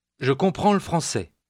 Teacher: the L sound of le français almost gets lost, but not quite